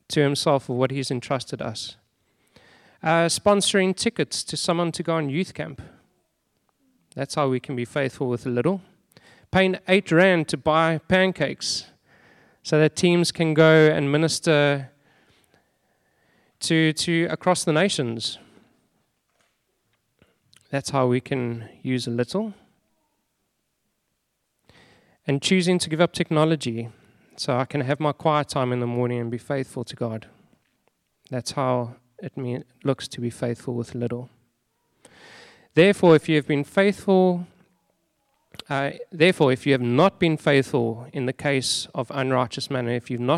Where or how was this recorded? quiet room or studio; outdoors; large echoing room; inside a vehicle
large echoing room